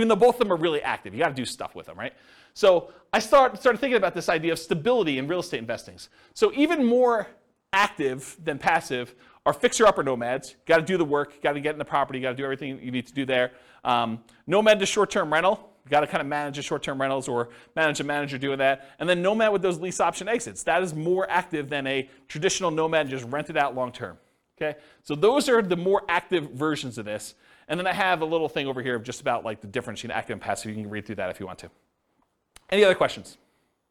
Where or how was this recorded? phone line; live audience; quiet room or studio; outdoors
live audience